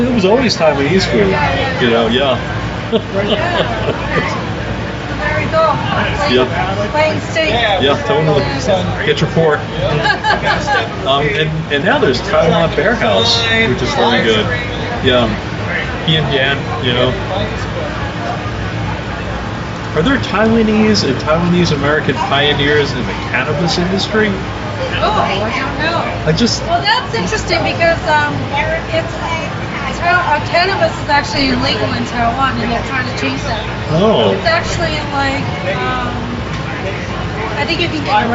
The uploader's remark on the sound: Our Interview LIVE at Passport to Taiwan. Podcasting booth at Passport to Taiwan. This is the first of several live interviews we recorded at our outdoor on-location podcasting booth. Some of the people who walked by and stopped by to say hello. We were also thrilled to meet and talk to some of our listeners who stopped by our booth.